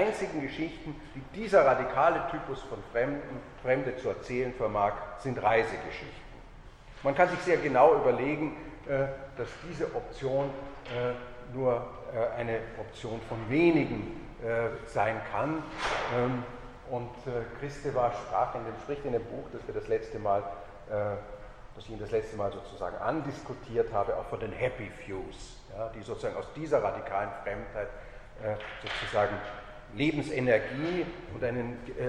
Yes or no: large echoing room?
yes